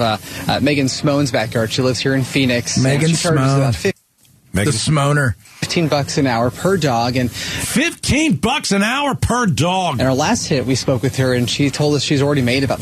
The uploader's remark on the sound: goes live from the Give-A-Thon and takes calls from listeners